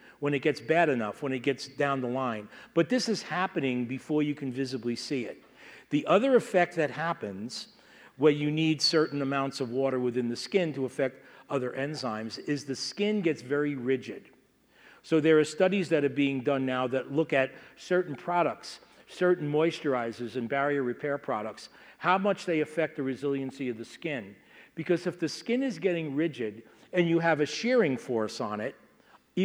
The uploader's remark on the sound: From the SDPA 14th Annual Fall Dermatology Conference 2016, held November 2 – 6 in Las Vegas, Nevada.